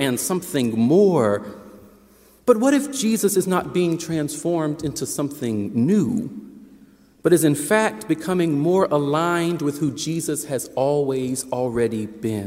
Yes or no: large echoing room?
yes